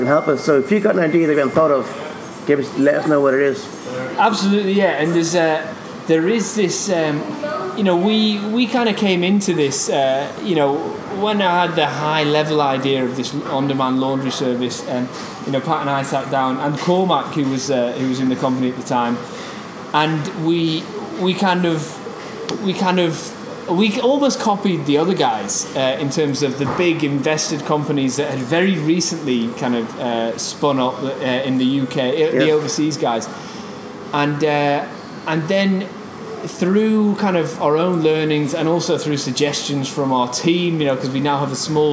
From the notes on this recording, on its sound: was in Belfast at the Digital DNA conference